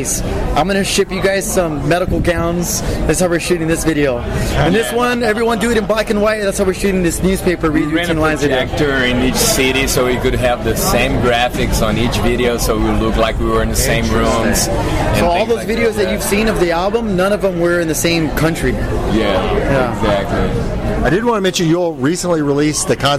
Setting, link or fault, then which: setting, busy venue